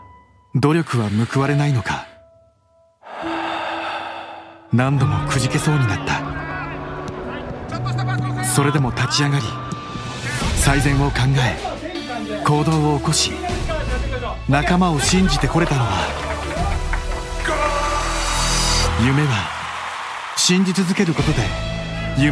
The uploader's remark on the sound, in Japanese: 京セラ本社に来ちゃいましたスペシャル』京セラで出張公開収録やりました！